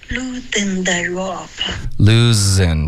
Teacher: Loosen,别发成 den, okay?是一个 z 的音你得摩擦